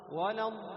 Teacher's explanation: ولظ الضادين، الصوت ينحصر بين حافة اللسان والأضراس مع عدم خروج أي نفس · Term: حرف مجهور